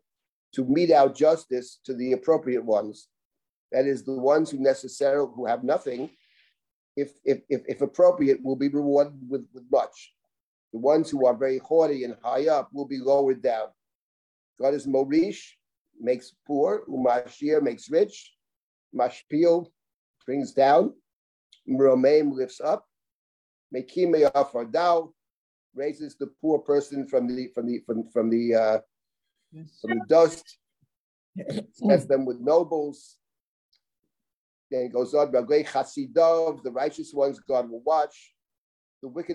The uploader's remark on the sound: This audio was originally captured from Zoom